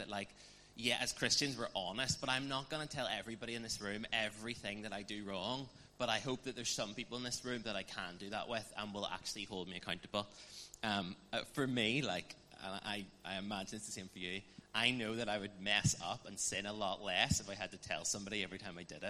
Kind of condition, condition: setting, live audience